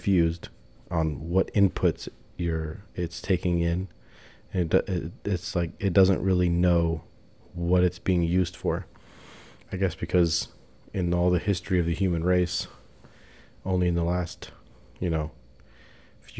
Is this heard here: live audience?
no